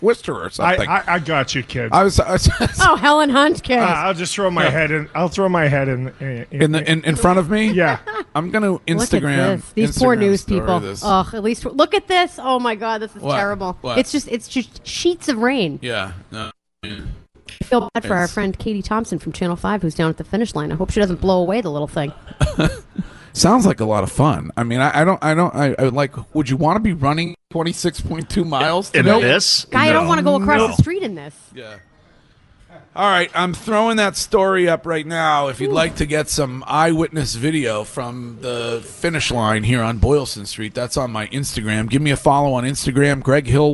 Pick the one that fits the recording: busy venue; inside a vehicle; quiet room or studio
busy venue